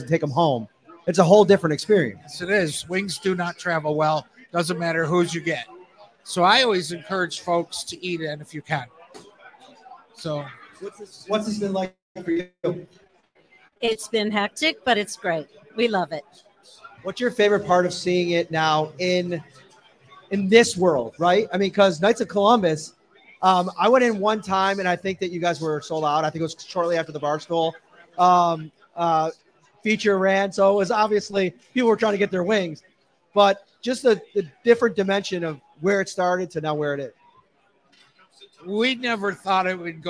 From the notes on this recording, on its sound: LIVE at Wingnutz in North Buffalo. Take some questions from fans.